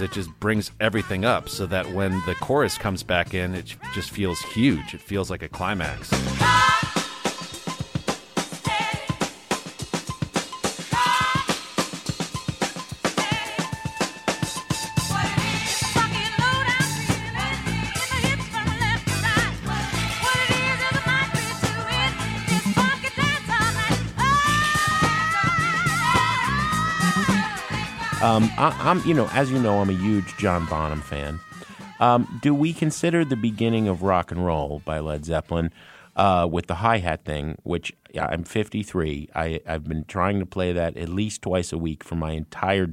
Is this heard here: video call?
no